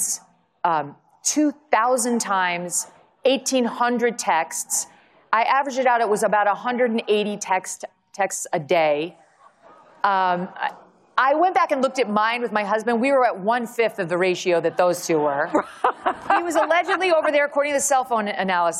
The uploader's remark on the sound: session at her first CPAC conference